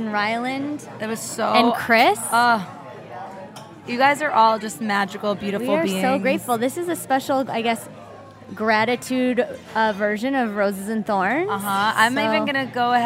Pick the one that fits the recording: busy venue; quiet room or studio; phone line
busy venue